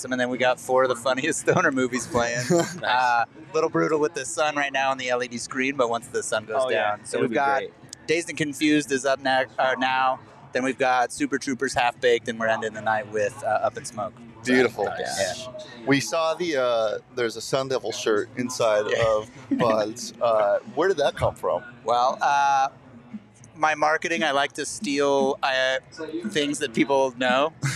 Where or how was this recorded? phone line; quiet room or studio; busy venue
busy venue